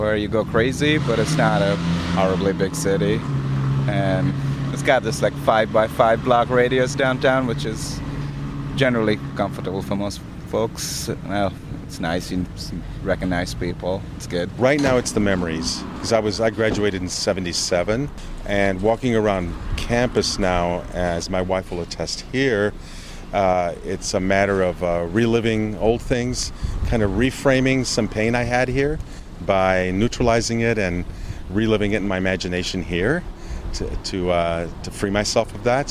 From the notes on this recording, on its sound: We have gone out into the streets and asked your friends and neighbors what they like best about Blomington.